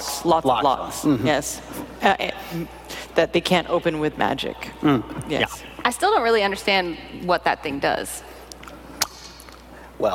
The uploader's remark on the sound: live from PAX Unplugged 2018